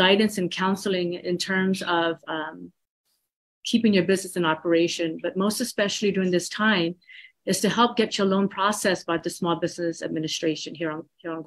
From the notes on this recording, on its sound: Disaster Recovery Virtual Workshop.